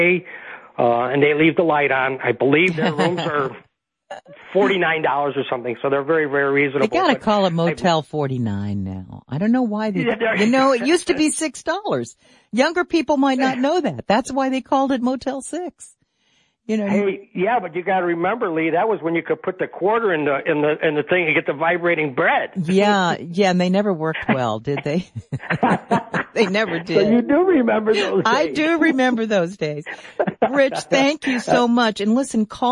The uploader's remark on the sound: Chicago IL. Called.